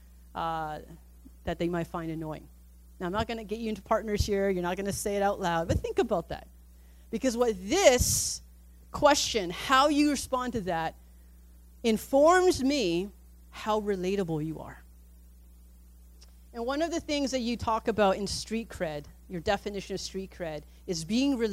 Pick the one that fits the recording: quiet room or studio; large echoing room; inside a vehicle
large echoing room